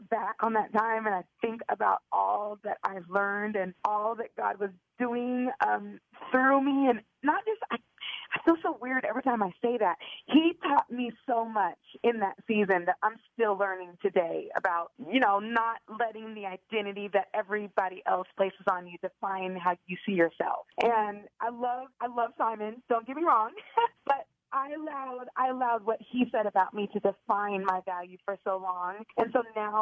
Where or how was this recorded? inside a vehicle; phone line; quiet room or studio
phone line